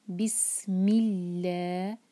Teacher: بس سین پر whistling sound آنا چاہیے